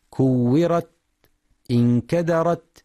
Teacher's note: ويخطئ بعضهم فيقف على التاء المفتوحة بترك الهمس